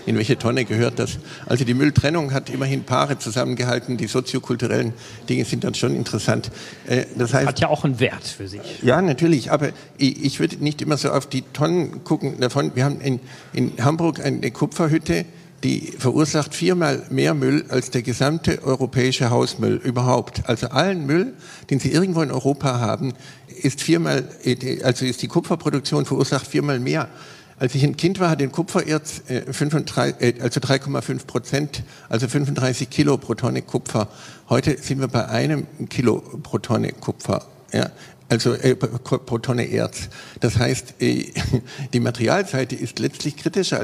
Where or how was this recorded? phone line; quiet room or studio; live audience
live audience